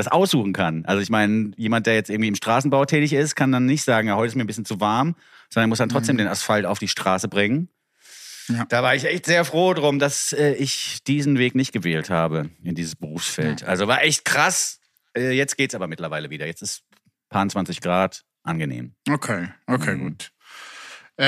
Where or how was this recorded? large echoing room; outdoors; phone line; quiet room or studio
quiet room or studio